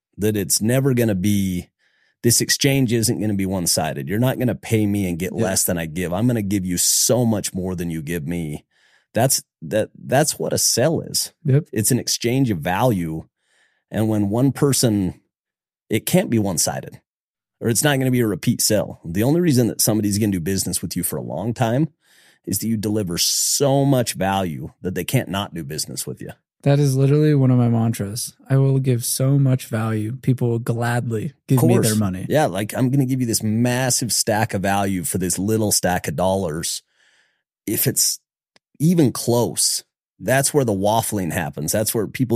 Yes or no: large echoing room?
no